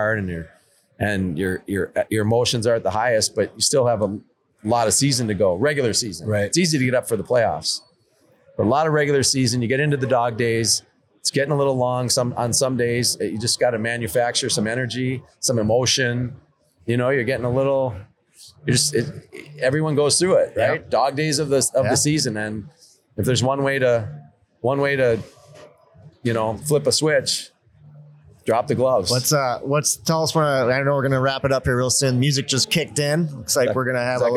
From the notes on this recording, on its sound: on location in White Bear Lake for Hockey Day Minnesota